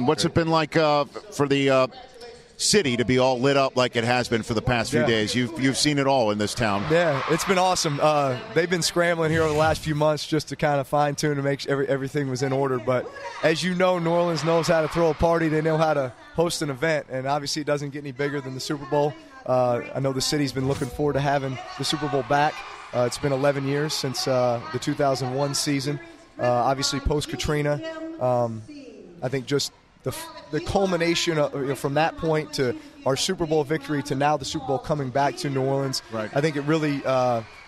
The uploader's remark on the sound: Best of Radio Row at Super Bowl XLVII